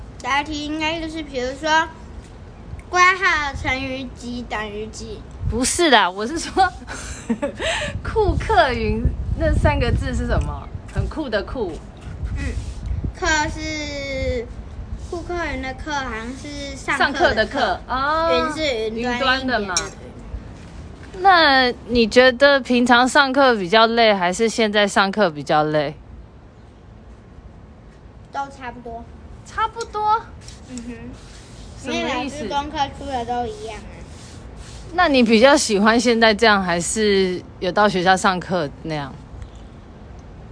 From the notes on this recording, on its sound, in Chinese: 本集頂樓風大收音。來到樓頂偽野餐。